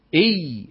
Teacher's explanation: إي الياء الأولى، صحيح أنها مشددة، يعني ياء ساكنة مدغمة في ياء، لكنها رخوة